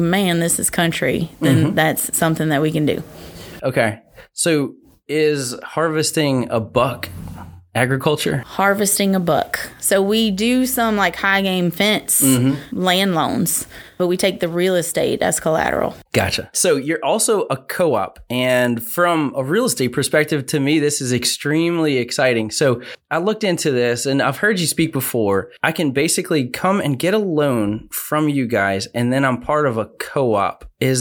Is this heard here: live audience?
no